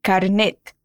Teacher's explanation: A gente tem o tezinho no final, mas ele é muito sutil.